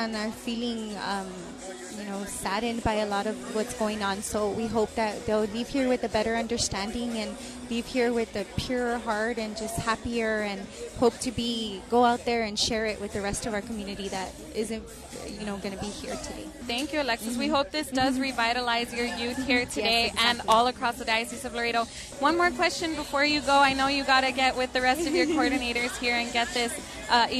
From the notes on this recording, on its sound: Eagle Pass Youth Rally. The LIVE on-site broadcast.